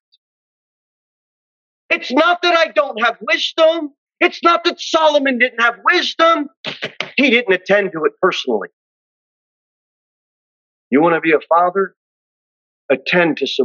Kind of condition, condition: setting, large echoing room